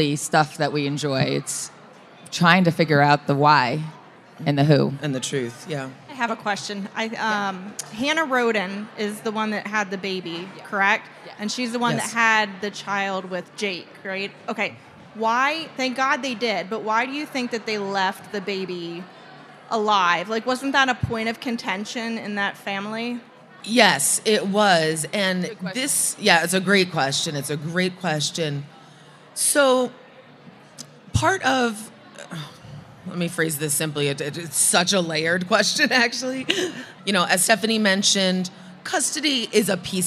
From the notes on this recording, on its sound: The KT Studios team was asked to speak on a panel at CrimeCon Las Vegas. This episode is a live conversation and Q & A from the event.